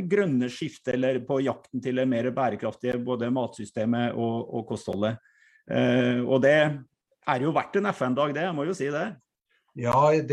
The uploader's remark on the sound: Live Zoom